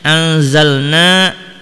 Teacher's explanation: na di sini dibaca panjang 2 harokat dan hukumnya adalah mad tabi'i